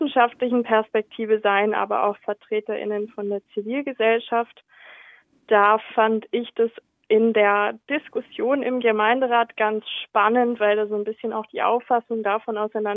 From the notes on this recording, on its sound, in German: berichtet in einem Telefoninterview